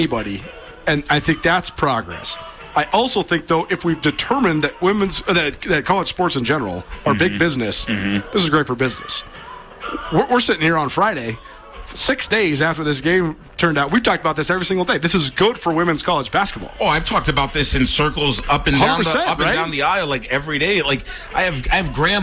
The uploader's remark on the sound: LIVE from Washington-Grizzly Stadium before the Montana spring game